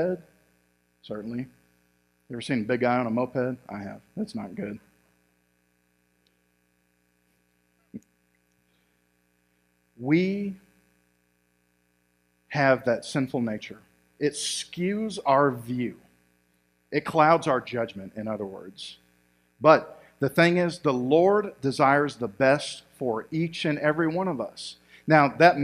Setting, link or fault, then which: setting, large echoing room